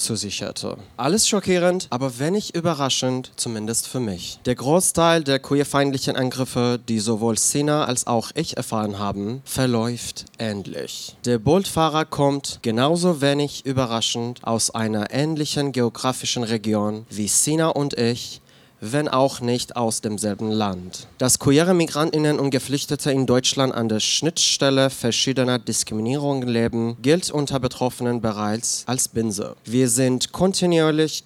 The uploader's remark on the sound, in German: Live aus der Pepsi Boston Bar im SchwuZ